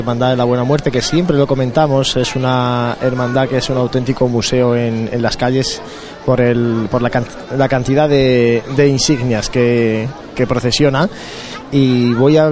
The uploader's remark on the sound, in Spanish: Conectamos en directo desde la unión de calle Campanas con Ramón y Cajal, por donde avanza la Cruz de Guía de la Buena Muerte.